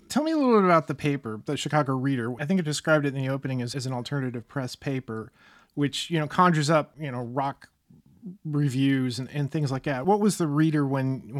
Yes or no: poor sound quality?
no